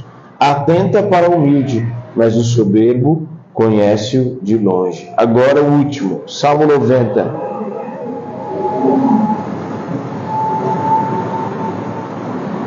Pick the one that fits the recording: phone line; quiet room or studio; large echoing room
large echoing room